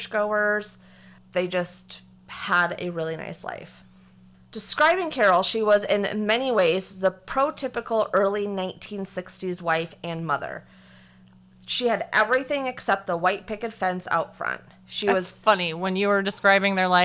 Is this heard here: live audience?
no